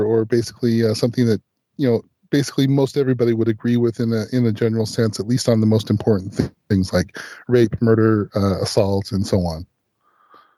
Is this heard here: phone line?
yes